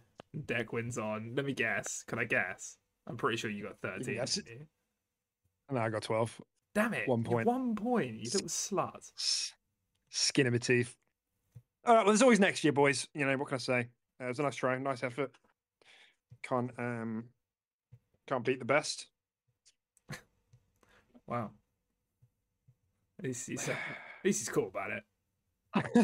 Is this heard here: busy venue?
no